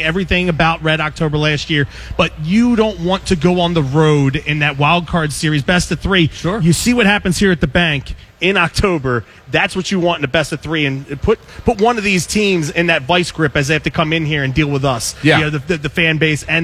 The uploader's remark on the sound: LIVE at Xfinity Live! In South Philly.